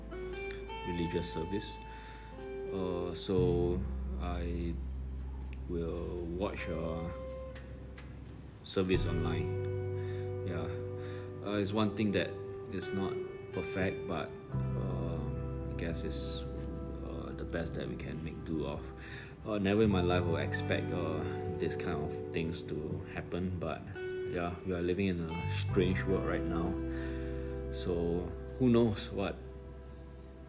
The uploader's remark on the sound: Recording with my iPad Pro